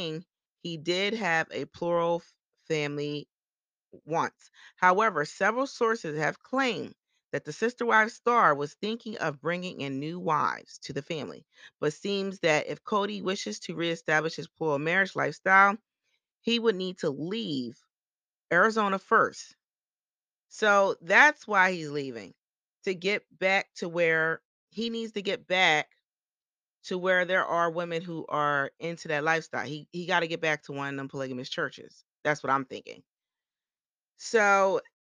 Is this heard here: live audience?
no